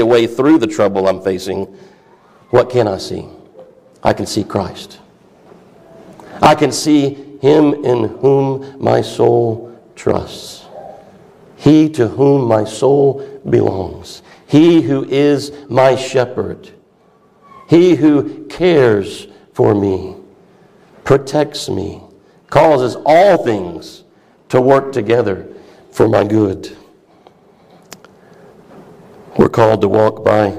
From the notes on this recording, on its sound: A message preached at Christ Fellowship of CENLA Fall Conference 2023